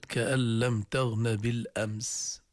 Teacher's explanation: ما بدنا أي إطالة بالميم الساكنة